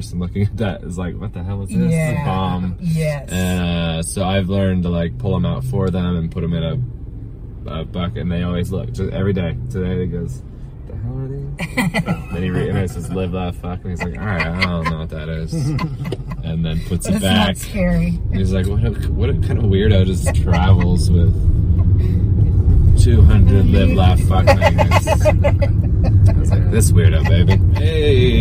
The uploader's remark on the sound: Toasted Marshmallow Adventures Podcast (Idaho's Premier Podcast for Comedy & Entertainment) is a local comedy podcast based in Boise! Take it to the streets in this podcast: "UBER FUNNY!". These episodes will be recorded (audio/video) in a pimped out Kia Soul. Cruise the streets of the Treasure Valley.